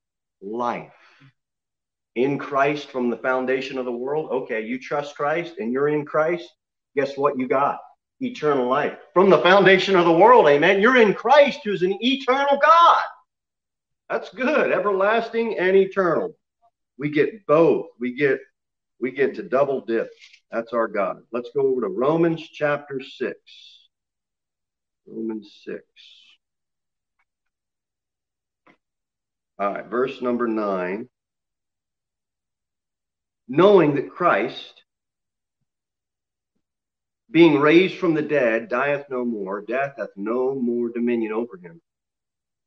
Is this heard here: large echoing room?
yes